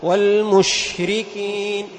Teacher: ينتشر الهواء في الفم، هذا هو تفشي الشين إذا كان ساكنا